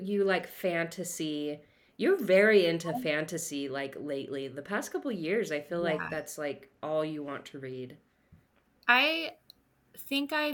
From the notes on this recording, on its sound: The audio was doing some shady things.